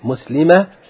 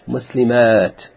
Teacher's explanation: the only difference between the singular and the plural is the shortness and length of the A sound